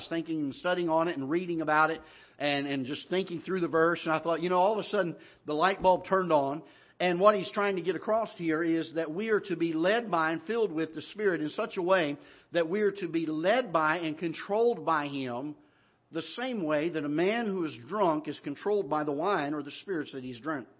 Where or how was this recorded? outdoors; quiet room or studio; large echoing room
large echoing room